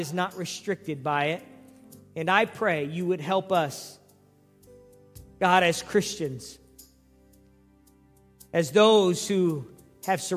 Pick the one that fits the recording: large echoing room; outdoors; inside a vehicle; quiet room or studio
large echoing room